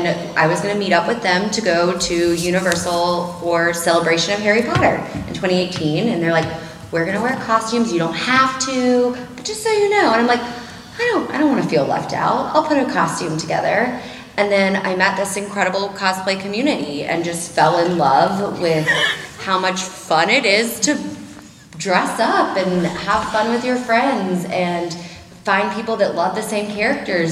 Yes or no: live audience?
yes